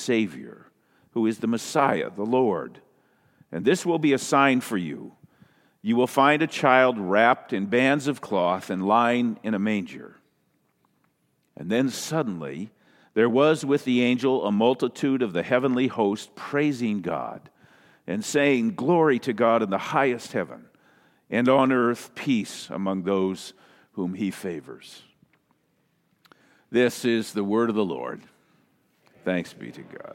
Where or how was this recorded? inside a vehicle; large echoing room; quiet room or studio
large echoing room